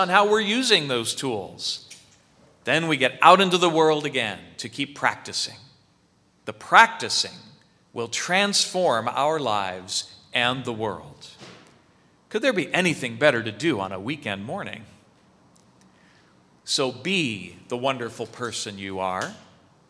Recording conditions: large echoing room